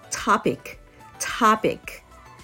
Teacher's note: 最初の「O」の部分これは「あ」に近い音になります · IPA: /ˈtɑːpɪk/